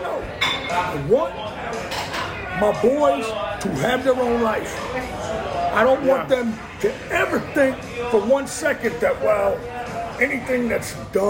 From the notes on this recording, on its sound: LIVE From The LOON. Are LIVE at The Loon every Monday at 7:00pm CST.